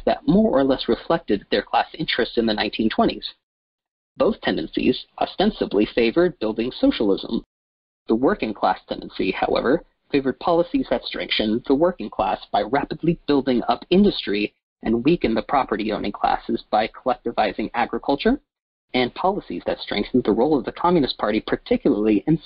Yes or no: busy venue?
no